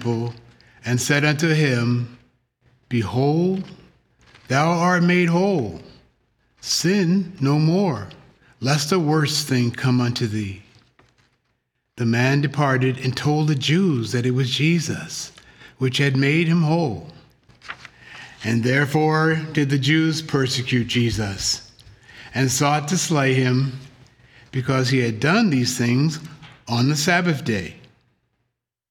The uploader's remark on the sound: The Sunday service audio